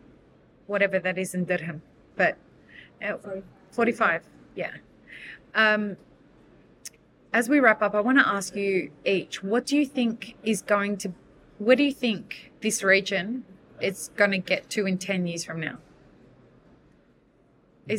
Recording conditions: busy venue